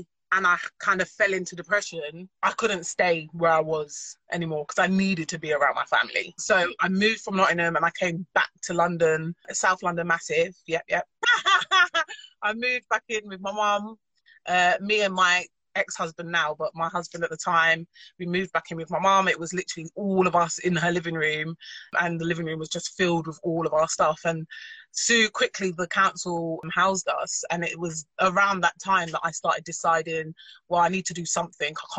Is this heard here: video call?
yes